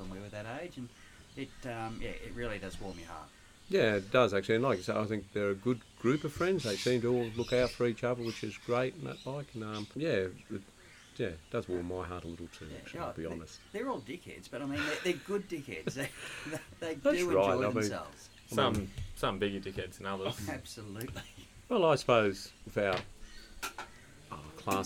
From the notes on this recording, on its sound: This episode features some very ordinary audio quality. Audio quality may sound poor, it is recommended to listen through headphones.